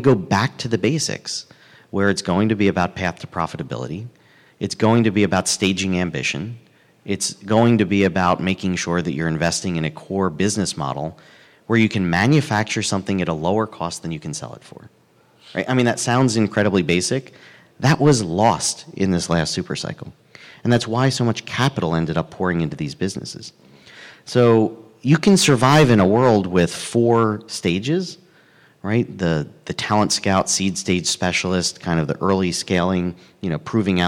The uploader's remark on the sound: This recording is from Fintech Nexus USA held at the Javits Center in New York City on May 10-11, 2023.